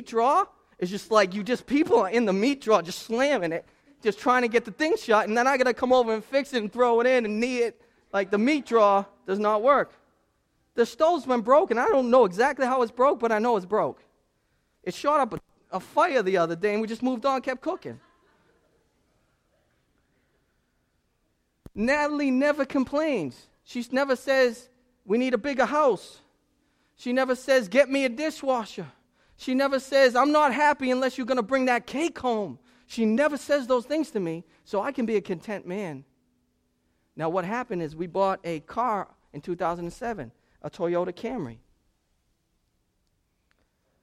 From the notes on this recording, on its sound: In this sermon preached 2/19/2017 at Restoration Road Church.